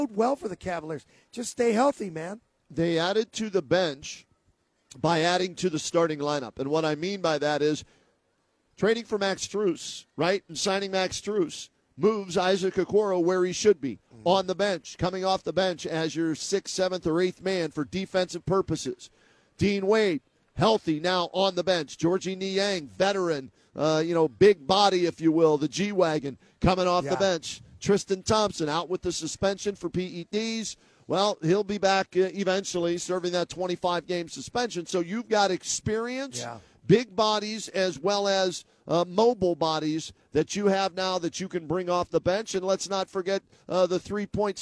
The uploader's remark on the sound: live from Rocket Mortgage Fieldhouse